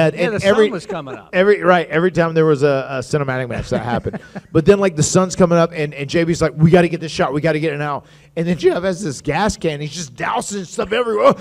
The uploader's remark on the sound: special live stage show at WrestleCade!